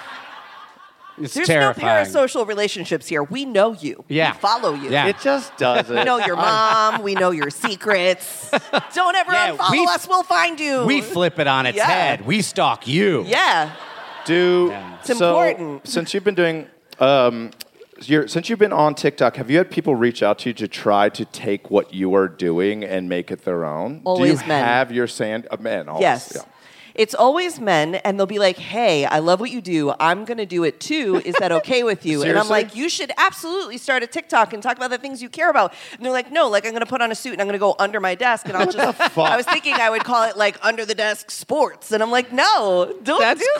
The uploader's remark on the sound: It's Bananas live from Brooklyn!